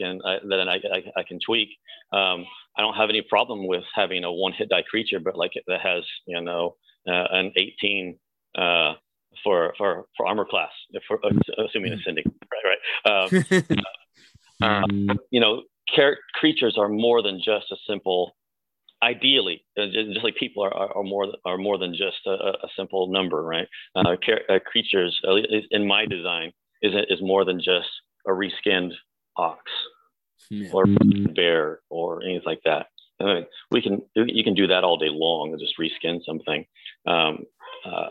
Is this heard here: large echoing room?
no